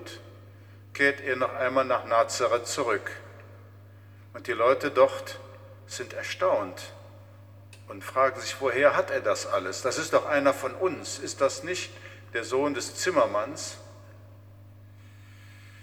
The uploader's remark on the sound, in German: Mitschnitt der Predigt aus St. Pantaleon.